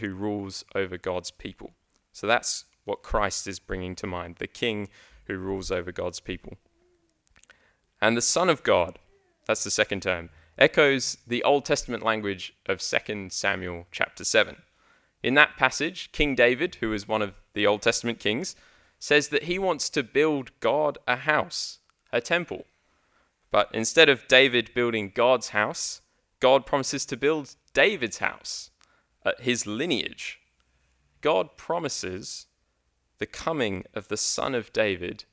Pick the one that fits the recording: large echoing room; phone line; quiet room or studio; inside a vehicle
large echoing room